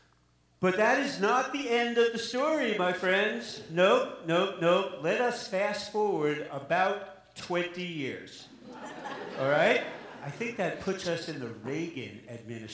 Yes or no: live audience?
yes